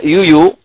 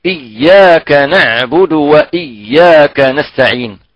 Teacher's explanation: أما الياء العربية فهي من وسط اللسان بعد الكاف. · Shown in: second take